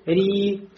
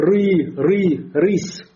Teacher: Когда приходит ро с кясрой, становится уже ракик, то есть мураккак. Тонким. · Shown in: first take